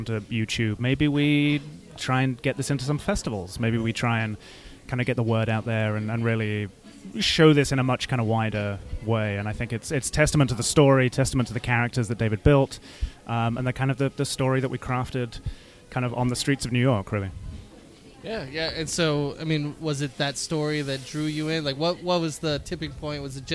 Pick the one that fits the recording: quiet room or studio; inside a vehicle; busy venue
busy venue